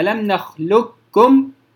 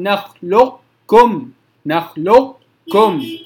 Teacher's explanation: في كلمة ألم نخلقكم من ماء مهين في سورة المرسلات ورد فيها ألم نخلقكم، إدغام كامل، القاف في الكاف على طول ثم تنطق بالكاف وحدها مشددة، أو نخلقكم، نخلقكم، تبقى صفة الاستعلاء في القاف ثم تنطق الكاف · Shown in: second take · Term: الإدغام الناقص